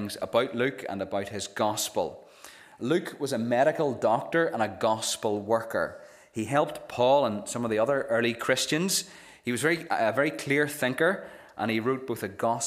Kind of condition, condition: setting, large echoing room